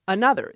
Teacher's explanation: The N moves to the second syllable